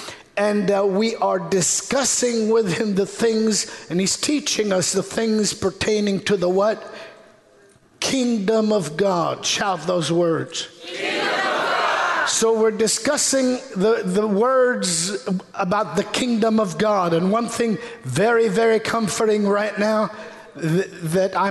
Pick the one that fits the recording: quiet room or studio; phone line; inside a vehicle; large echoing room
large echoing room